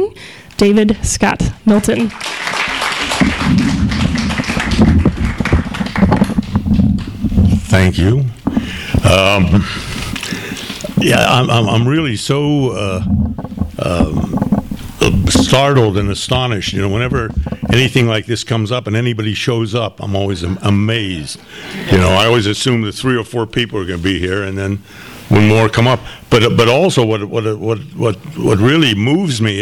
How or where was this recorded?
live audience